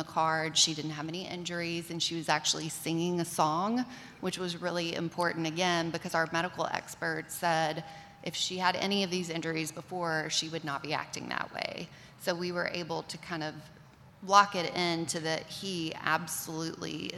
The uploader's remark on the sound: This episode was recorded live at Magnet User Summit in Nashville Tennessee.